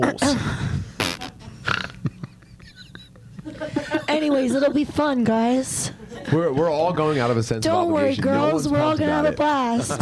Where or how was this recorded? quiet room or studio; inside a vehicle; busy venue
busy venue